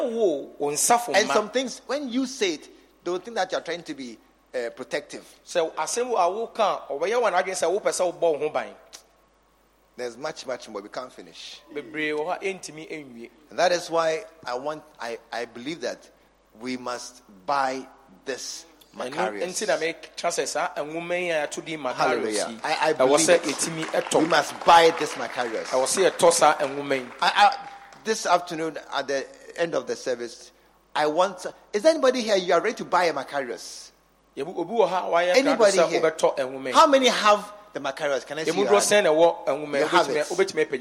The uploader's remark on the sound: Leaders And Loyalty Conference 2023 _ Day 2 _ Morning Session